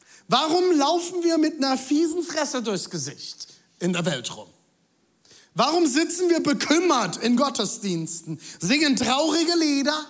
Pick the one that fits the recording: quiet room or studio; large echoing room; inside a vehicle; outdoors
large echoing room